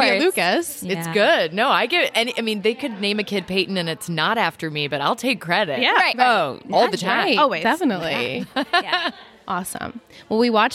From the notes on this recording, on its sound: LIVE FROM TRIC.